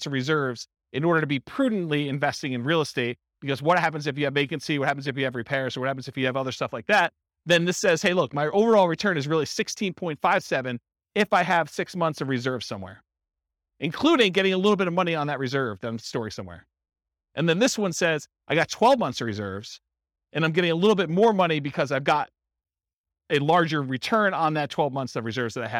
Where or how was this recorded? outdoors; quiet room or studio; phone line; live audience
live audience